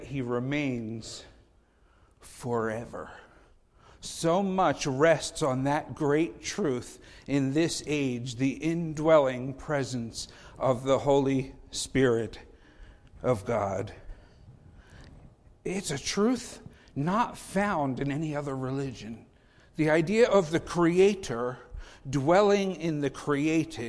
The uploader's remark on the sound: Faith Baptist Church in Hamilton, NJ.